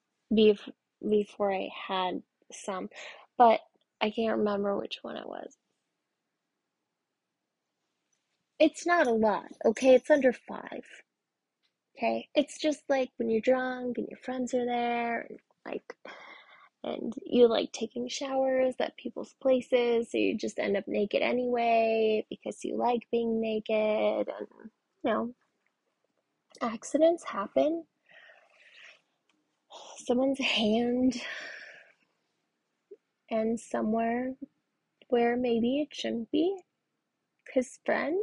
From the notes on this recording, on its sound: the audio sucks I’m working on it